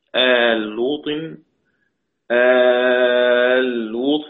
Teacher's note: عندنا ألف مد قبل اللام وإدغام اللام في اللام فتصير لام مشددة، والألف قبله تكلمنا عنه المرة السابقة أن هذا الحرف المد مثل المد العارض حركتين أو أربعة أو ستة.